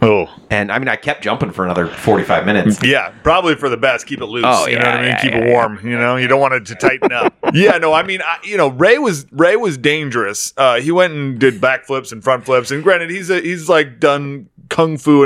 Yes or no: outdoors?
no